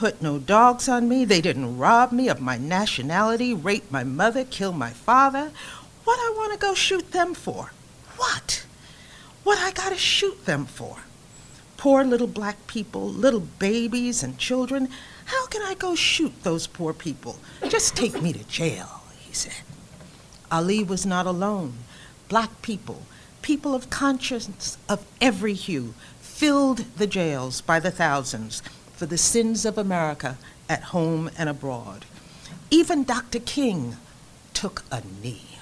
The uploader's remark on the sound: Delivers the annual Distinguished Speaker Series lecture before a live audience at her undergraduate alma mater, the State University of New York at New Paltz.